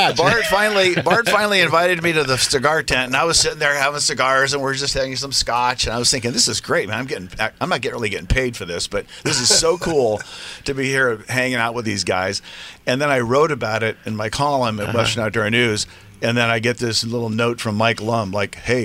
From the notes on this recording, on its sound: "LIVE" from Angel Stadium in Anaheim, CA